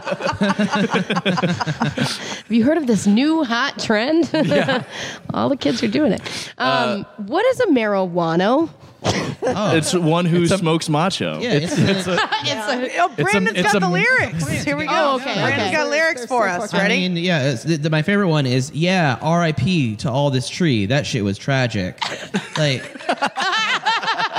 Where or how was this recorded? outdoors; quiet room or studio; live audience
live audience